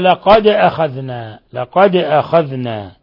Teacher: الدال ساكنة فتقلقل لأنها من حروف قطب جد الخمسة